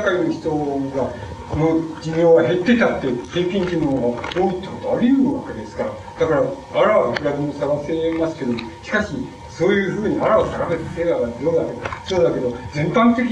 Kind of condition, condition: fault, background noise